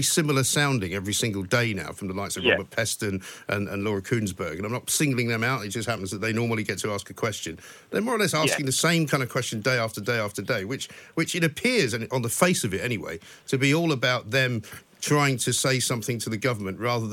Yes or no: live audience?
no